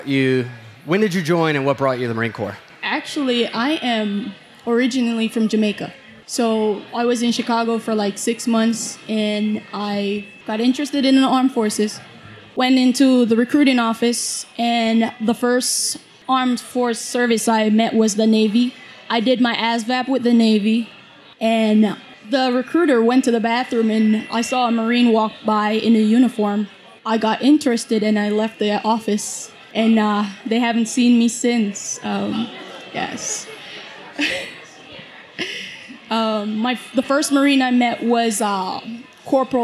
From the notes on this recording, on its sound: recorded live July 27, 2016 at Spoonwood Brewing Company in Baldwin, Pennsylvania